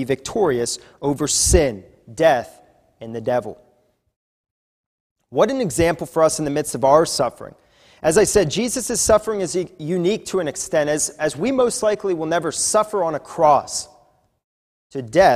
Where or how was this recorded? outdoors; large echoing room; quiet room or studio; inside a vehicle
large echoing room